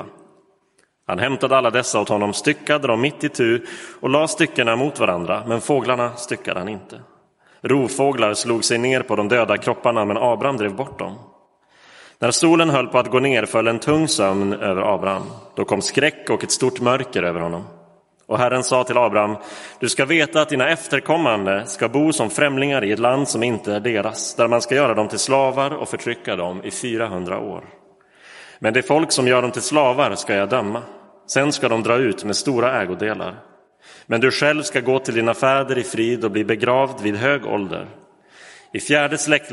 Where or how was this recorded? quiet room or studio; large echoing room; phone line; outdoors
large echoing room